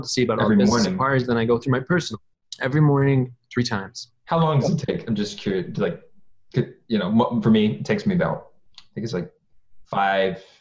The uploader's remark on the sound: In this zoom episode exclusive, we explore all of the possibilities zoom can afford us to provide the quality entertainment YOU expect.